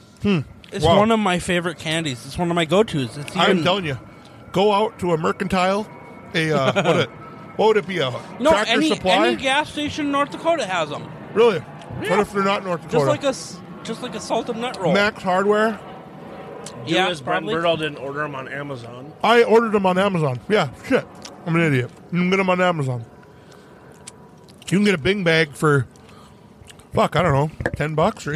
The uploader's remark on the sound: We gather outside around the bonfire